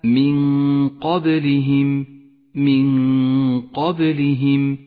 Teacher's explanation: نخفي النون بالقاف مع بقاء غنة للنون زمنها حركتان، وهي غنة مفخمة، ولذلك لونت النون باللون الأخضر إشارة إلى الإخفاء وموقع الغنة. · Term: حكم الإخفاء